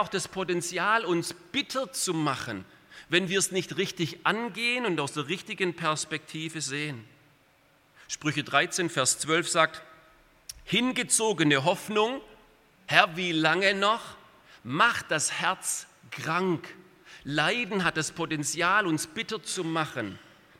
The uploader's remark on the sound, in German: aus dem Gottesdienst der Liebenzeller Mission